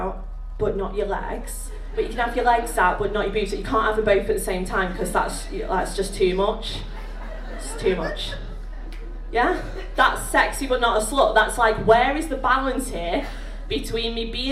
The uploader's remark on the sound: Recording from the Sunday Opening Session at the FiLiA Conference in 2019. Recording from the Sunday Opening Session at the FiLiA Conference in 2019.